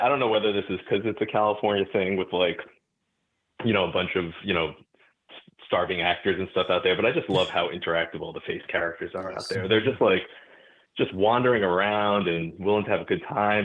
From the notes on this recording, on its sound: This is the Live Call-in Show from this past Sunday night, October 29, 2023!